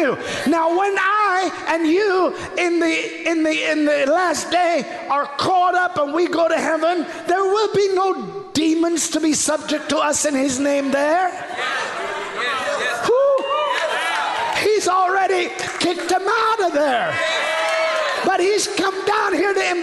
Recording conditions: large echoing room